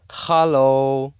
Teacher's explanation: the guttural H starting deep in my throat